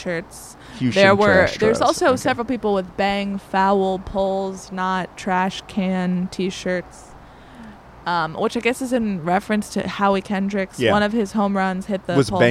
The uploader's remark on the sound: Cover the opening of the Washington Nationals Spring Training in person, recording LIVE from West Palm Beach, Florida for the first 3 games!